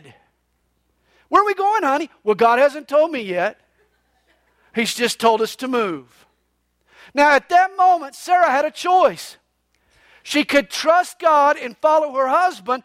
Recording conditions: large echoing room